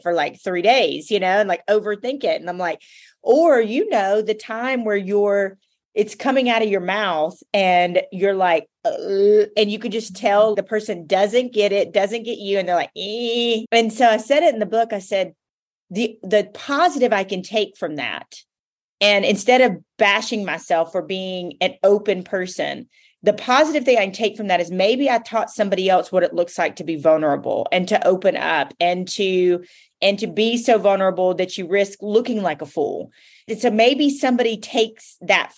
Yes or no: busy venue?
no